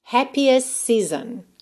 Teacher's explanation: perceba que o T de happiest realmente sumiu. Por quê? Porque eu já tinha um S antes e eu tenho um S logo depois.